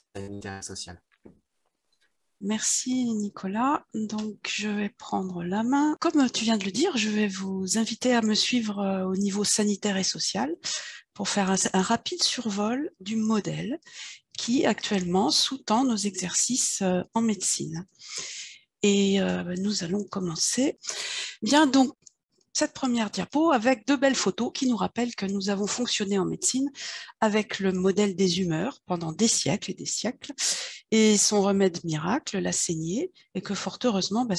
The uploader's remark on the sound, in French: Visio-conférence du collectif Culture Santé